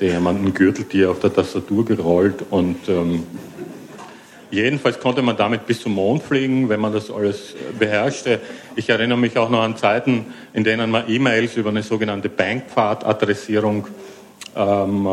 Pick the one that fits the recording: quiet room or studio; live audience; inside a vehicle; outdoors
live audience